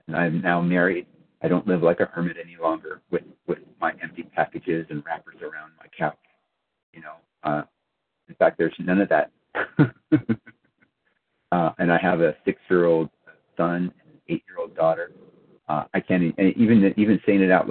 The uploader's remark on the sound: 100 Pounders Phone Meeting